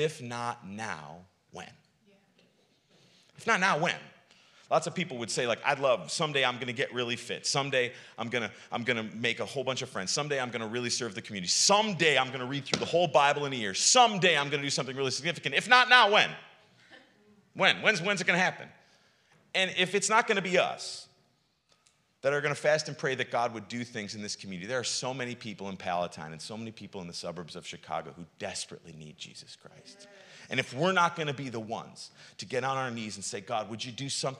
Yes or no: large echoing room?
yes